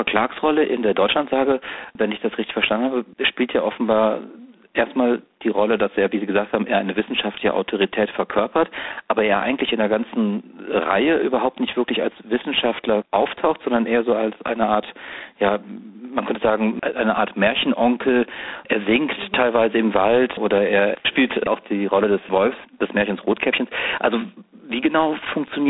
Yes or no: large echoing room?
no